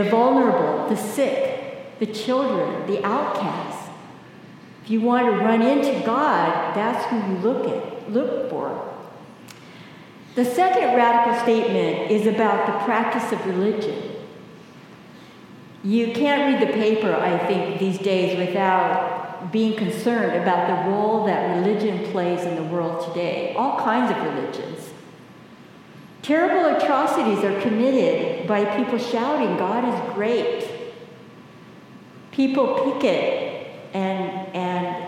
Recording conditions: large echoing room